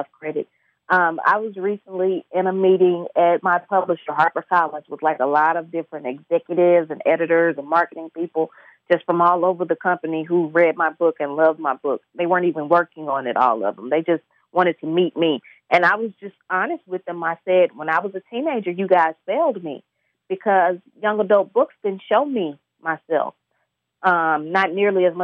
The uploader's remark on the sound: via phone line